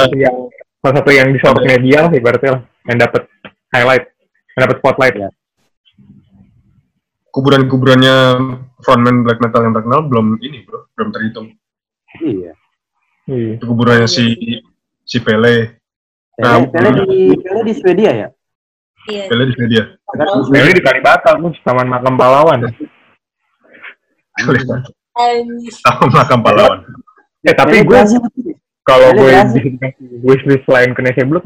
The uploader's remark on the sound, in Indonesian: Di episode ini kita ngerekam via zoom, jadi sorry ye kalo hasil audionya kurang bagus. Episode ini juga uncut.